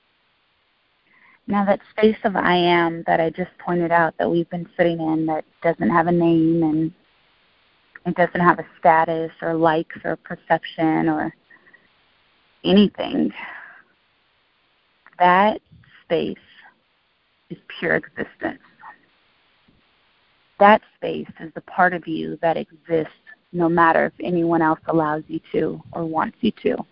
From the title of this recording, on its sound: Call recording